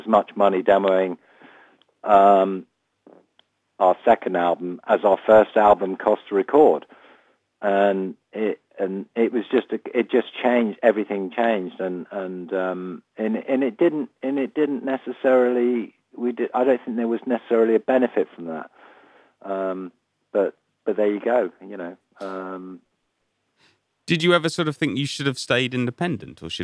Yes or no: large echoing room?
no